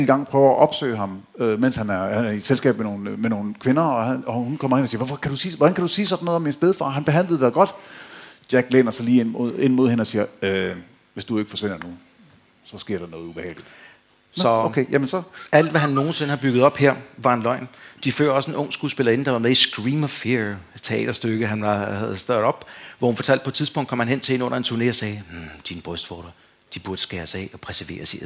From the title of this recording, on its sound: Live fra Krimimessen21